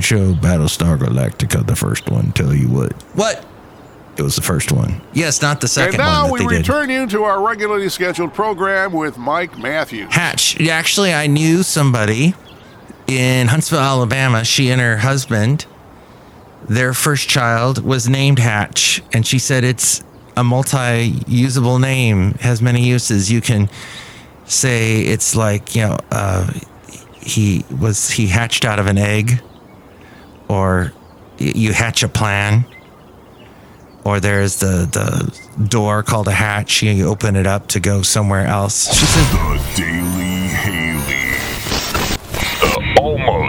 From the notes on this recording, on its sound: podcasts live from Café Anyway